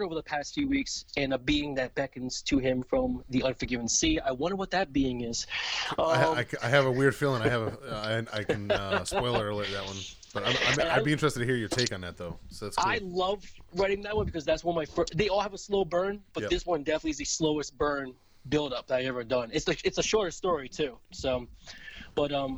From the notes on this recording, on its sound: an over the phone interview